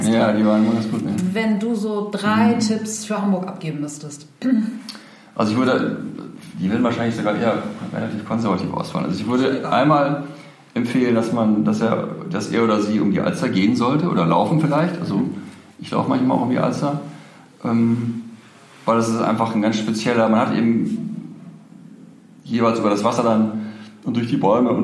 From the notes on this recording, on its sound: live - restart 2019